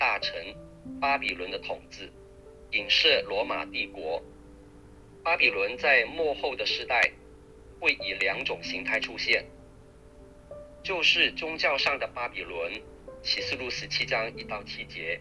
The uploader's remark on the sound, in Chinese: 近期錄音事工為配合疫情，錄音者全程皆配戴口罩。收音皆有些微影響。本週因應國定假日為電話錄製。